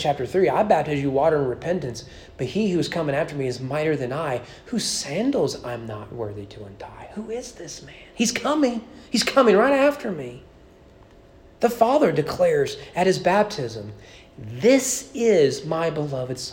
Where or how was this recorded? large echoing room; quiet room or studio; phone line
large echoing room